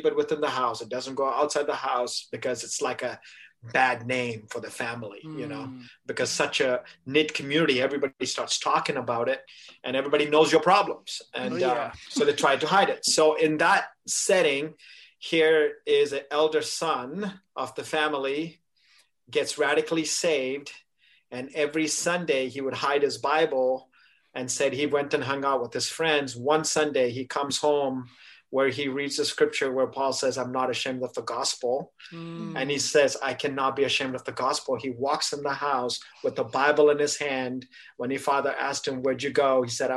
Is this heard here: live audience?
no